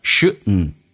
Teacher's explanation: 因为 shouldn't dn 组合 d 可以不用发音，气流阻塞一下